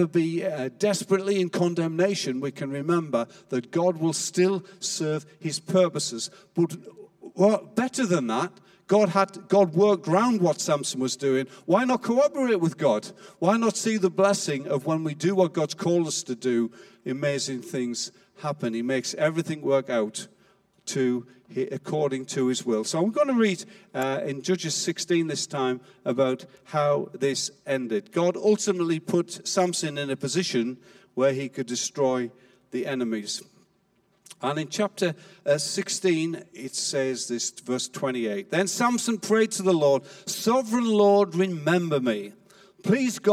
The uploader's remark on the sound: Recorded live at Life Church.